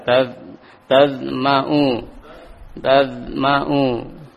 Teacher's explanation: ujung lidah menempel sehingga tidak terjadi kol-kolah. Tad, nah, ujung lidah.